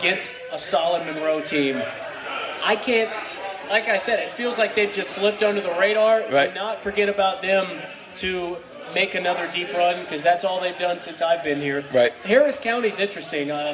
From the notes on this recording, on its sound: Georgia Alabama Sports Live Show that took place at Happy Hour Bar and Grill on Tuesday Night.